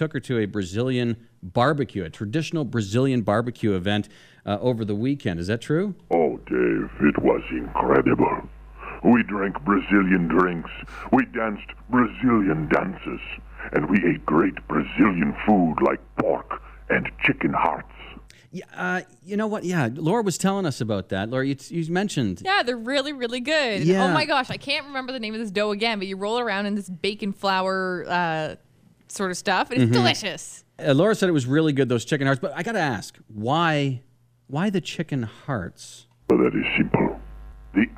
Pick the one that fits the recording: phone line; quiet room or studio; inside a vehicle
phone line